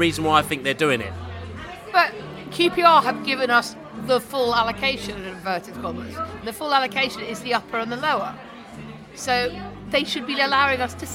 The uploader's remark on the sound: Millwall pre-match podcast from the Pub.